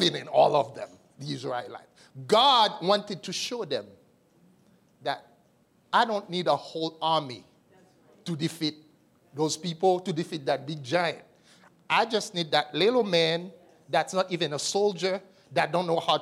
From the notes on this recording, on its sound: This message was delivered and recorded on March 25, 2023 at the Transformation and Equipping Center - 244 Liberty Street Brockton, MA 02301